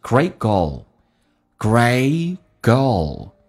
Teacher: L 这个发音要发出来，舌尖抬起来靠向你的上齿龈，在你上牙齿后背的一点点地方，叫 O。Goal，goal， greatgoal，great 的 T 去掉阻塞一下